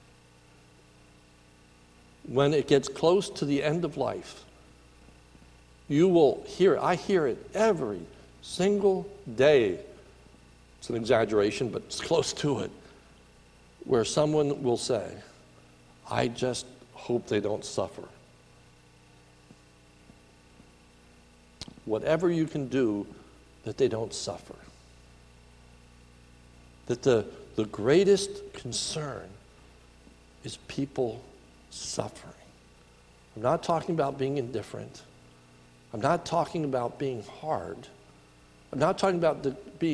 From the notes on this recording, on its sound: sermon recorded at the Lebanon Bible Fellowship Church in Lebanon, PA on 10/28/2018 during the evening service